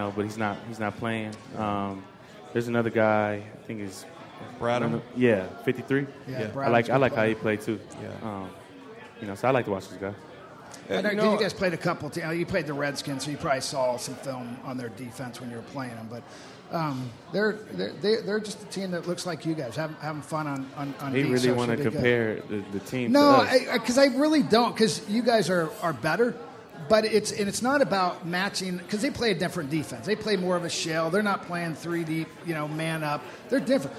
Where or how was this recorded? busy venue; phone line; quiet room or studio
busy venue